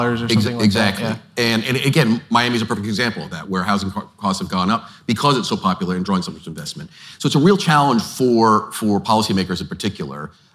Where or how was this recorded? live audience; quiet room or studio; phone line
live audience